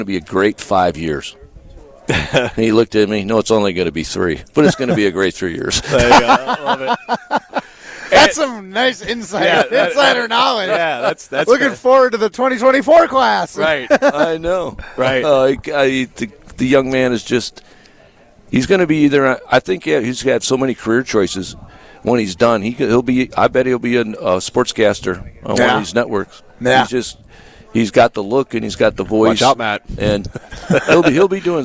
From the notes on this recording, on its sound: live at Hometown Pharmacy in Waunakee